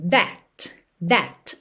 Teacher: Esse último T pode aparecer mais, menos ou nada, certo?